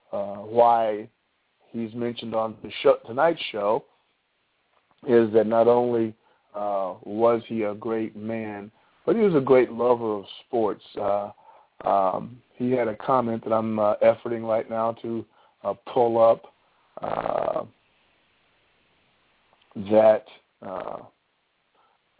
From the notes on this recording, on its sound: All Call in tonight.